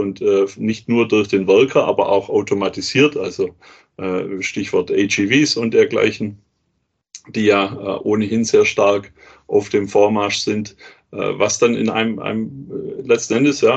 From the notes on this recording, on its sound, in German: ChinaWebinar Live. Live Podcastaufnahme von dem Webinar.